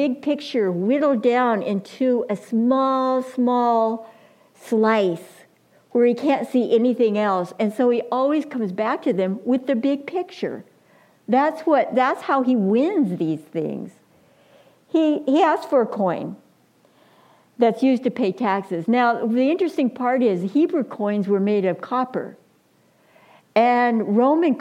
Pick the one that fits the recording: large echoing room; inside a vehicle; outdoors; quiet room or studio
large echoing room